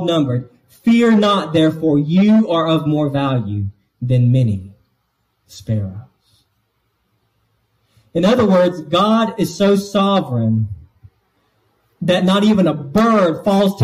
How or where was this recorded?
large echoing room